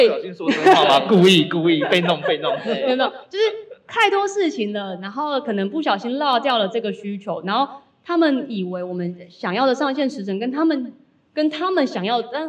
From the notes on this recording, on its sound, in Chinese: 本集節目首度實體化，以小聚交流形式呈現的現場錄音！因為現場收音的關係，音質還請多多包涵。